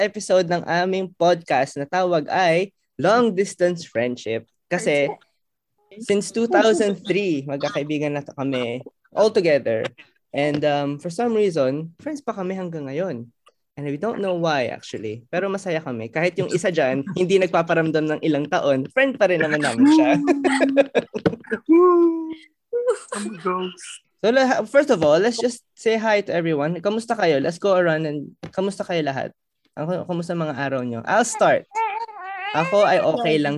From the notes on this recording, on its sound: In our debut and first ever Zoom call